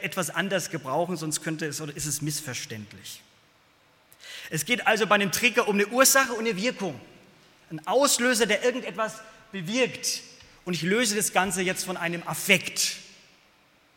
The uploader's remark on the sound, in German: aus dem Gottesdienst der Liebenzeller Mission